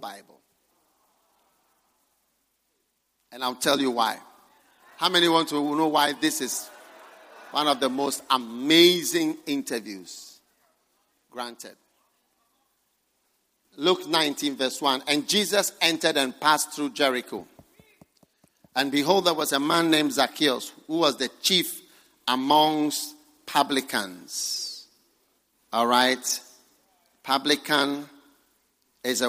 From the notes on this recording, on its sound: Preached at the First Love Center.